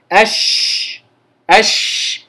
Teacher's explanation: انتشار الريح في الفم عند النطق بالشين، حرف واحد وهو الشين يوصف بالتفشي، انتشار الريح في الفم عند النطق بالشين.